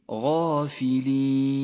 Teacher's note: تفخم الغين والألف التي بعدها، حرف استعلاء مفتوح جاءت بعده الألف من أعلى مراتب التفخيم